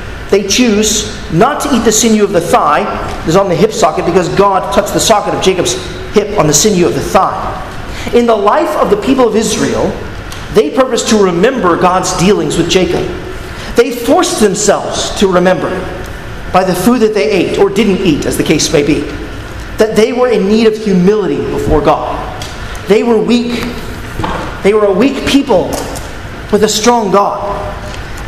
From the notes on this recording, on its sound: at Arlington Baptist Church in Arlington, Virginia